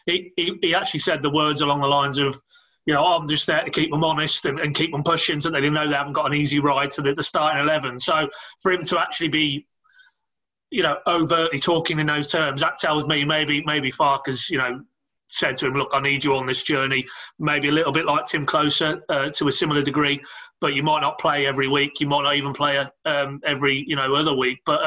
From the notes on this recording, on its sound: host the Pink Un Live online event